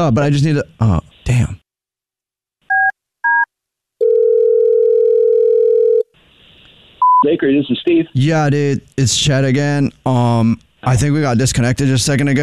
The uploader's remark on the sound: Phone Prank